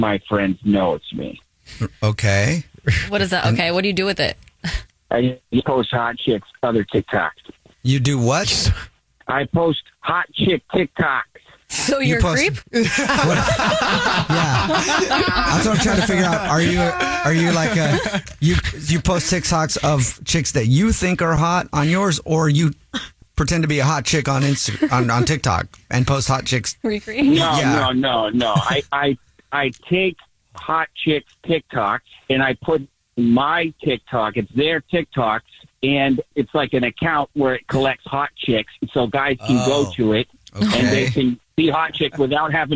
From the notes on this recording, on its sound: The woman on the phone has a Dirty Little Secret.